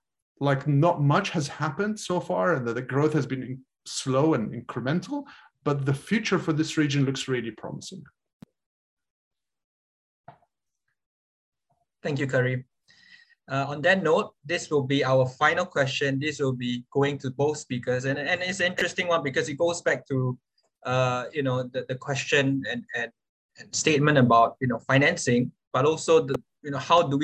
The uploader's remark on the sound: This public talk was conducted online via Zoom.